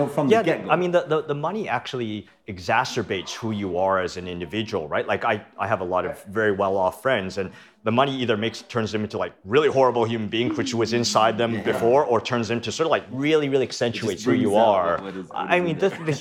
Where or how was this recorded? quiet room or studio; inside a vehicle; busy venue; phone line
busy venue